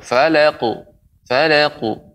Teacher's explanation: huruf qaf dia lebih tebal karena huruf isti'la maka ketika sukun maka memantulnya juga lebih lebih lebih dalam dan juga lebih tebal